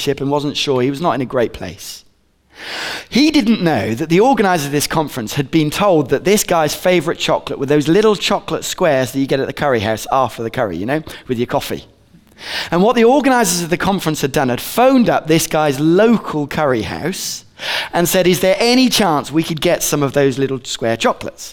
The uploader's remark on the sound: Recorded on 22/11/15 at Bournville gathering